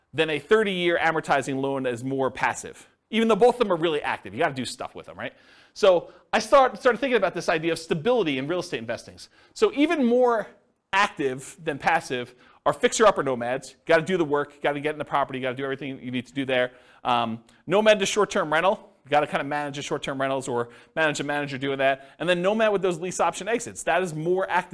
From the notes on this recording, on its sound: This was a live class recorded